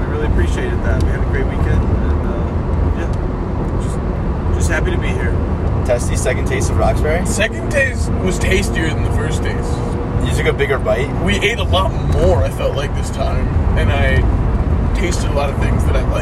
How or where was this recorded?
inside a vehicle